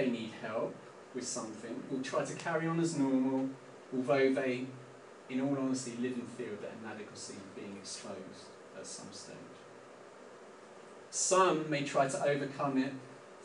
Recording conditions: poor sound quality